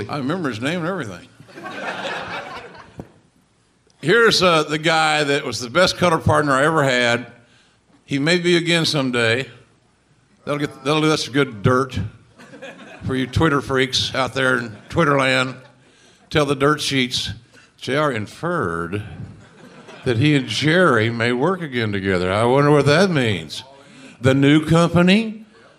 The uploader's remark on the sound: Live at Hilarities Cleveland